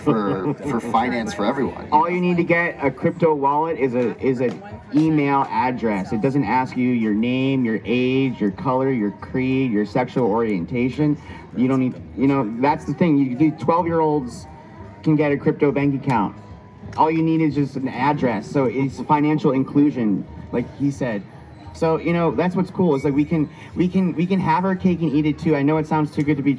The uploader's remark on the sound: We get featured on the sTeVe TV stage at the Lucidity Festival in Santa Barbara, California